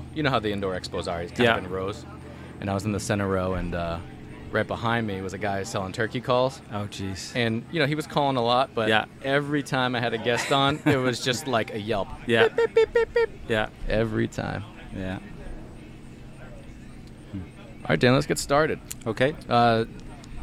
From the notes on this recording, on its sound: podcast proudly recorded at HUNTSTOCK 2023